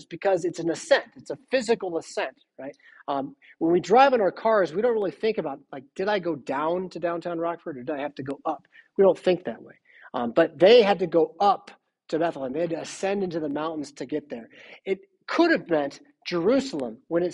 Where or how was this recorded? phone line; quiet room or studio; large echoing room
large echoing room